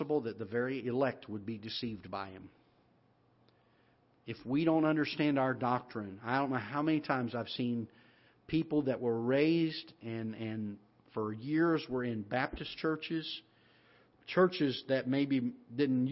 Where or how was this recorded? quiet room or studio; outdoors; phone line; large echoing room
large echoing room